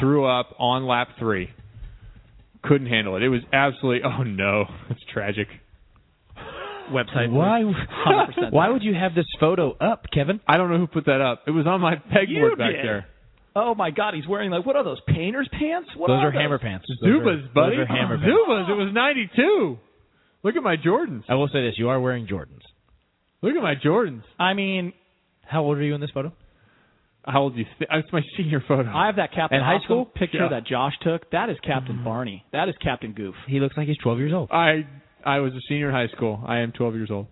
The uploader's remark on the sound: call